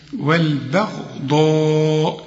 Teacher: الغين والضاد والألف كمان المد بتاعها هما المفخمين، إنما والباء مرقق.